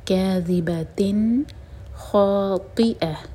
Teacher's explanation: اب یہاں تا کی تنوین کے بعد خوا رہا ہے تو یہاں ہم کریں گے اظہار کیونکہ خوا جو ہے حروف حلقی ہے